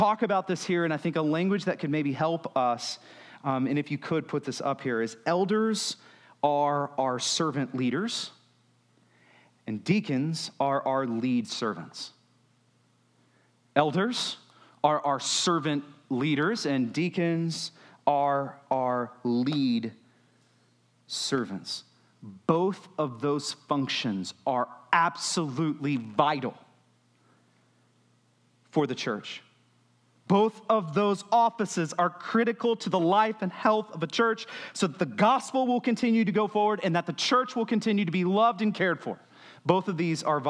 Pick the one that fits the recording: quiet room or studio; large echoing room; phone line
large echoing room